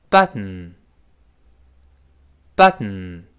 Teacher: 舌尖顶住，舌头不爆破，不出气儿来，从鼻子出气儿 · Term: 鼻腔爆破